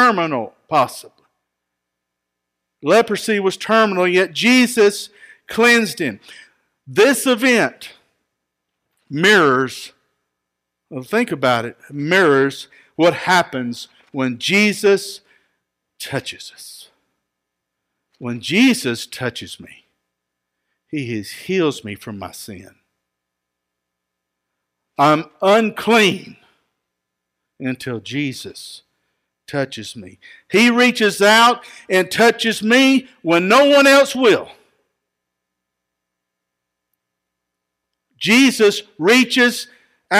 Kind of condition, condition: setting, large echoing room